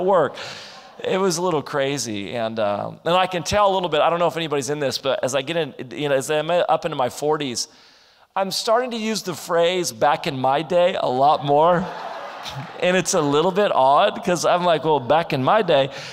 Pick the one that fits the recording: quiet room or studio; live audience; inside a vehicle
live audience